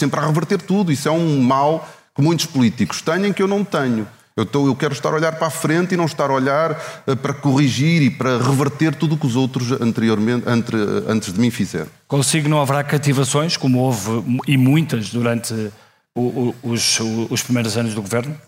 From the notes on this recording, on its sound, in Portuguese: episódio especial ao vivo no Festival de Podcasts do Expresso